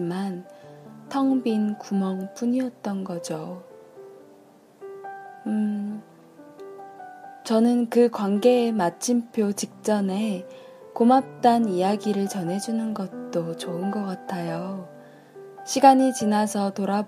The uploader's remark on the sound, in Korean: 녹음 장비가 고장났습니다.. 휴대폰으로 녹음햐서 녹음 상태가 그리 좋지 않네요ㅠㅠ.